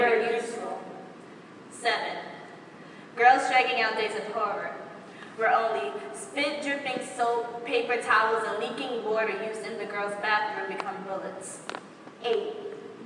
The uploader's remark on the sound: closing keynote at #iste11